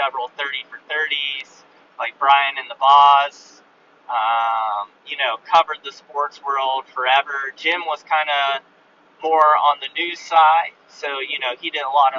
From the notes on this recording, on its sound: I lost all my unpublished podcast audio and all the video. Audio is terrible, iPhone mic.